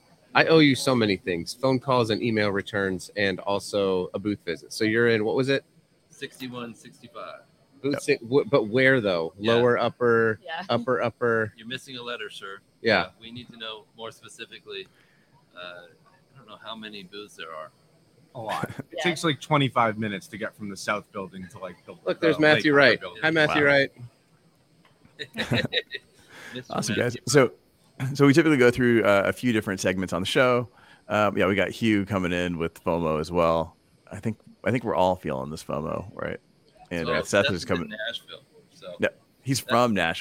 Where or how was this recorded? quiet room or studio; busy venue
busy venue